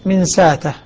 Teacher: وأبدله إذ حلا نافع وأبو عمر من ساته بإبدال الهمزة ألفا